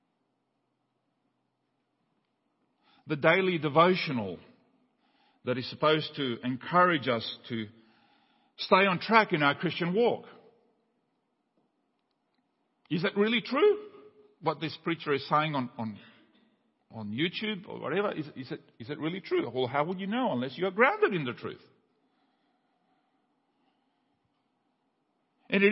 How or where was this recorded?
large echoing room